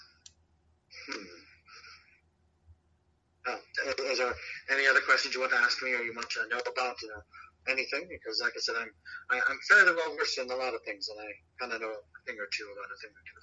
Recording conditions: phone line